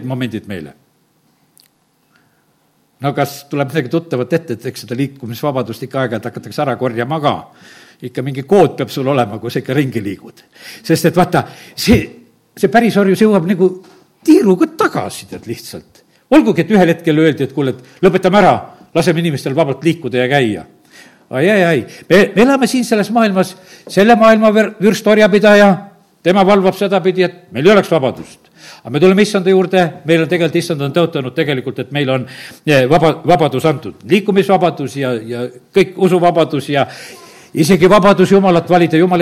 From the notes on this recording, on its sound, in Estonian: Audio salvestus koosolekult